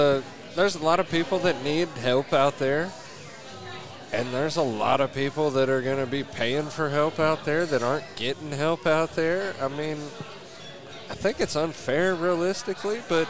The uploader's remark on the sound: Live from Brents